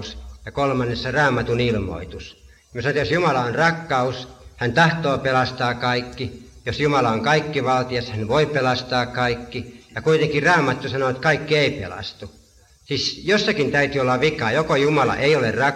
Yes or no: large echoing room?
yes